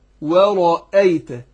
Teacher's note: الواو مرققه والراء هنا عندنا ايه مفخمه عشان مفتوح، والهمزه بنحققها اقول ورا ايه ورايت، احققها مع الترقيق لان بعض الناس مفخمه يقول ورايت ورايت اه ورا اه لا ورا اه مش ورا اه ورايت الناس ورايت الناس.